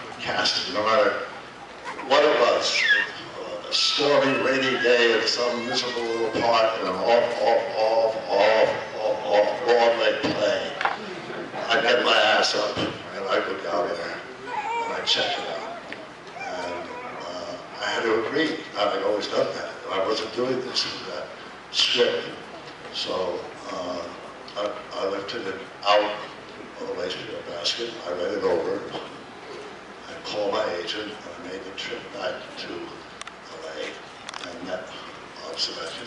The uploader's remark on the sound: Delorean Car Show. In Dayton, OH.